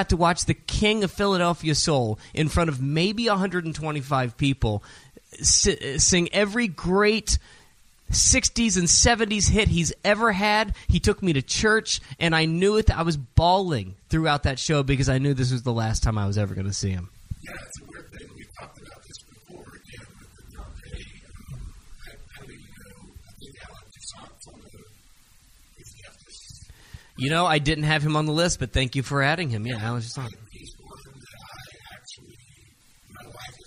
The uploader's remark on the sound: Thanks to The Moxy Downtown Chattanooga for another live episode of The What Podcast!